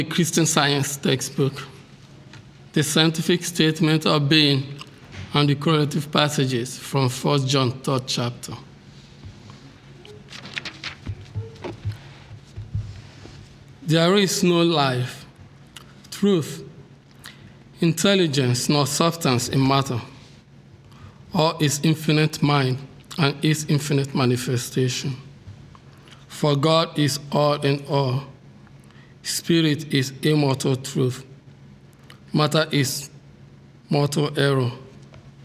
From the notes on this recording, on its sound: The Sunday service audio